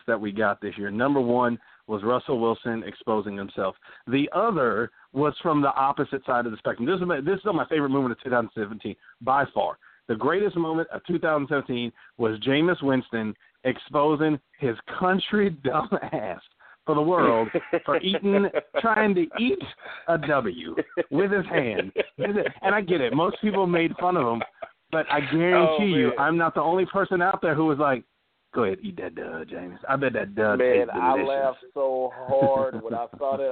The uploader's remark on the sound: the lines are open for listeners to call